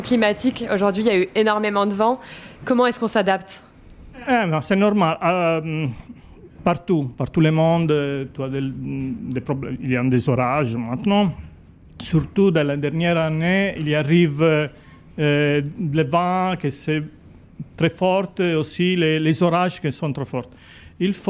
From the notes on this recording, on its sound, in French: À la découverte de l'Hubside Jumping de Grimaud. Je vous emmène vivre grâce à la magie de l’audio ce week-end de compétitions 3.